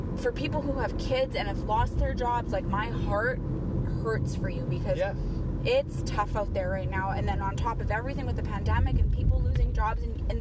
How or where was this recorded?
inside a vehicle